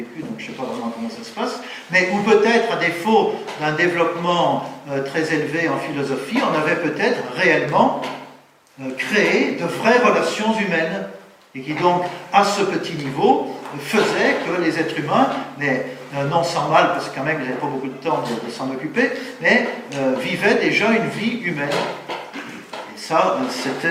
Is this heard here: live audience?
yes